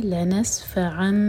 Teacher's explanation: نون کا جو ساؤنڈ ہے وہ میم میں چینج ہو رہا ہے کیونکہ آگے با آ رہا ہے · Term: اقلاب